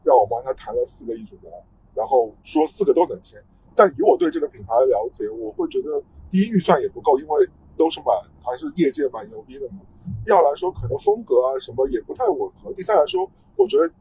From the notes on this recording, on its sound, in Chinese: 本期为户外录音，音质不佳敬请谅解。